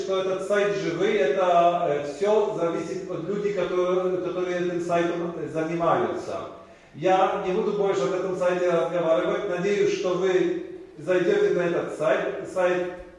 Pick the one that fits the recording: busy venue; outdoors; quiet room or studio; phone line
busy venue